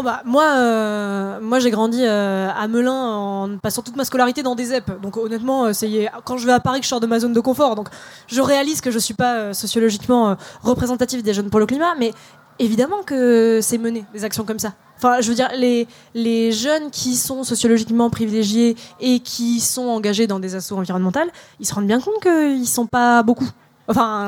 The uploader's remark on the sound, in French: Conférence enregistrée en public à la REcyclerie, lors du 1er Schnocks Festival.